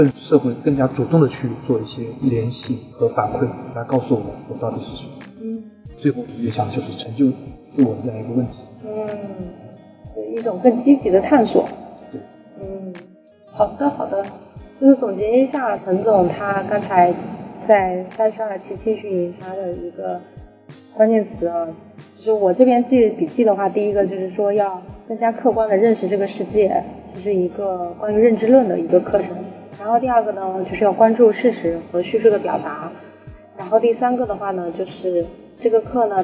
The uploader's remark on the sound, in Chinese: 这期节目因为是6月青训营课程结束后，直接在大课场地录制，因为会场过大导致收音效果不好。我们试图找了专业的外包工作室进行修音，也尝试通过AI翻译转文字，虽然真的尽力了，但效果都不尽人意。